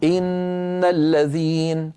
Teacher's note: إن هكذا من كسرة إلى نون مباشرة، وليس إن الذين، لا أمط الكسرة، الضمة.